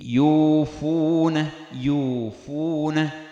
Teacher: يوفون، هذه الواو الأولى التي قبلها فاء، الفاء مضمومة، فطالما الفاء دائما تبقى مضمومة ولا يأتي وقت تصبح ساكنة، إذن هذه الواو التي قبل الفاء تعطى مدا طبيعيا دائما